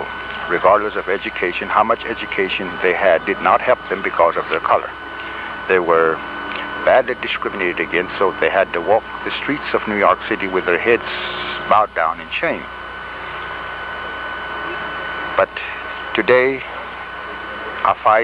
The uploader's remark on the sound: This interview was recorded in 1979 at the Mashpee Wampanoag Sovereignty Conference.